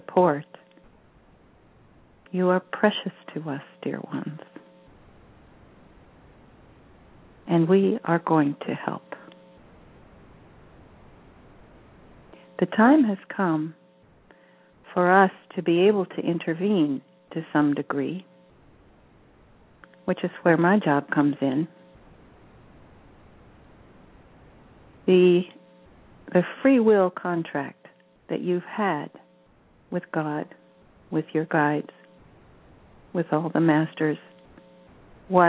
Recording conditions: phone line